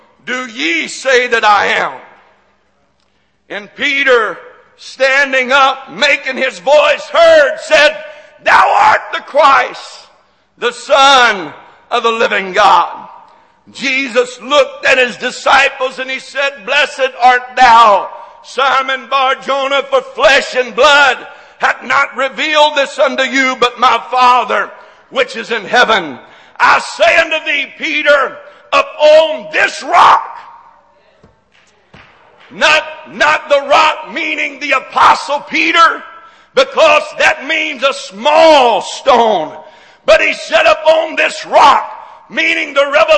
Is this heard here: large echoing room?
yes